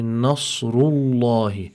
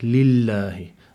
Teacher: And the following word, lafzul jalala, over here, the lam in lafzul jalala, because the letter that preceded it had a dhamma on it, that means we must apply emphasis, tafkhim, to this lam · Shown in: first take · So we say, Nasrullahi.